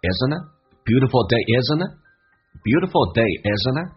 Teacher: Ironic 讽刺的， isn't it 重点是在后面， isn't 跟 it 它的连音的方式不是用成 isn'tit，而是 n 跟 t 在一起，一般是把 t 去掉，用前面的 n 跟后面的元音形成个连音